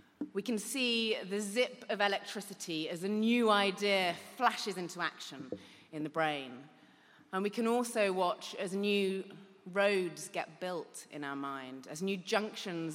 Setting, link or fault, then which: setting, live audience